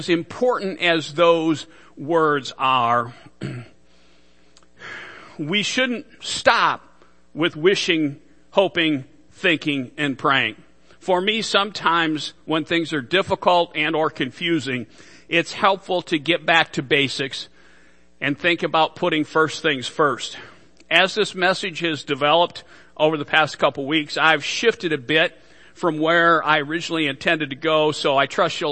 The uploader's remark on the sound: Worship Service - Audio